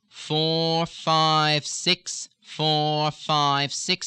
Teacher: feeling it in the back of the nose as the tongue pumps down slightly and the velum pulls away and opens up the nose slightly